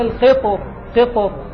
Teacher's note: فتفخم الراء وقفا، فخم الراء وقفا · Term: التفخيم